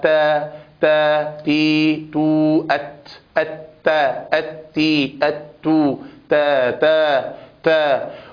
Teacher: فهي مهموسة شديدة ومستفلة، لا يتصعد فيها أقصى اللسان إلى الحنك الأعلى، فهي مرققة، ومن ثم فهي منفتحة. · Term: التاء